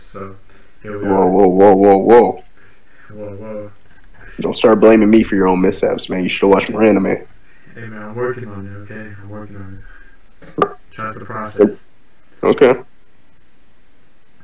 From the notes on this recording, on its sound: This podcast was recorded over a year ago. Sorry about the audio issues on this one.